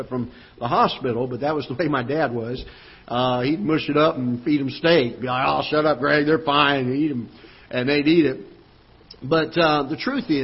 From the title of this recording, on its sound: Ketha Heights Baptist Church ~ Live Broadcast